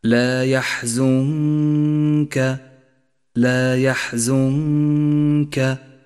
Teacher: هذه الغنة يشترك فيها الخيشوم ومخرج الكاف متجافيا عنه قليلا، أي هكذا: لا يحزنك، لا يحزنك، وهي غنة مرققة لأن حرف الكاف مرقق، والغنة تتبع ما بعدها في الترقيق والتفخيم. · Term: الإخفاء